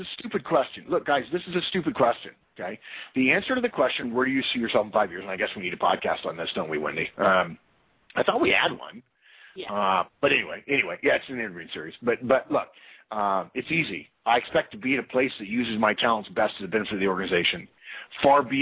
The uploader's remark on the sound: April 2012 Conference Call